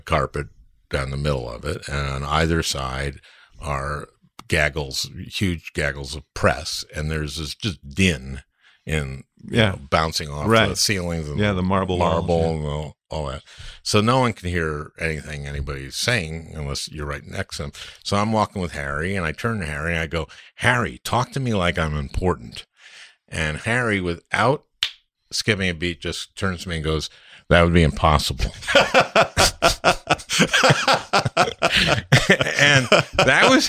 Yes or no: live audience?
no